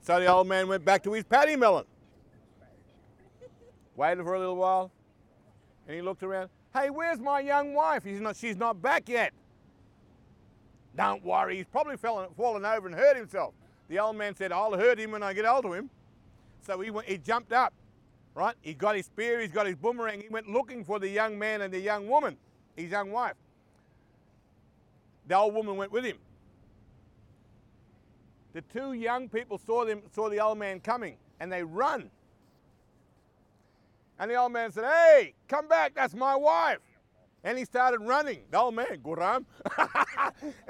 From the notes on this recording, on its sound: We speak with students 'in the wild'! We pull out the mics and have a chat to some of our yr10 ingenious students while on a field trip.